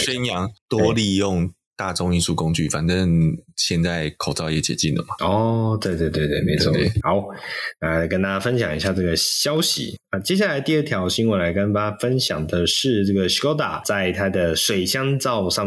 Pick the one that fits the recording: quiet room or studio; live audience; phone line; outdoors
quiet room or studio